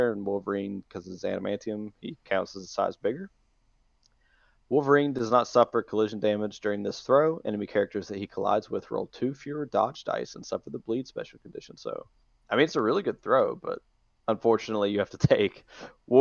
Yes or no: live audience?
no